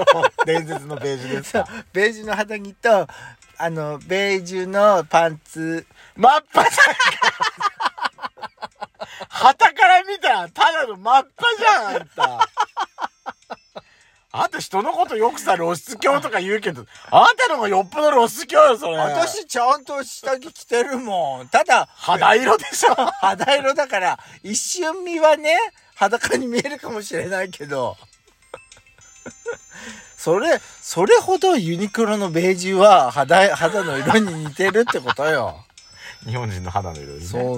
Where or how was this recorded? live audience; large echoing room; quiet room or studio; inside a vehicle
inside a vehicle